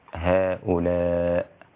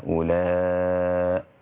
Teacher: له القصر في المد المنفصل يعني لا نقرأ مثلا هؤلاء إنما نقرأ بالمد أربع حركات في كلا الموضعين · Shown in: second take